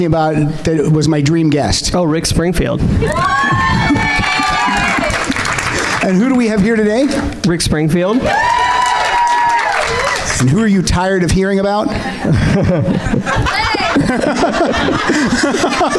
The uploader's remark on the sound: Rock Solid LIVE at SF Sketchfest. Recorded LIVE on Saturday January 20, 2018 at Cobb's Comedy Club.